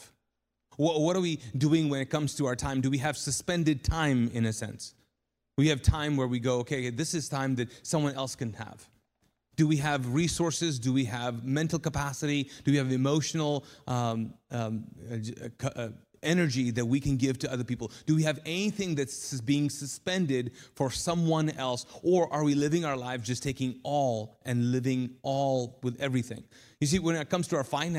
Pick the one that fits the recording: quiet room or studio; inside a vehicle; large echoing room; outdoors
large echoing room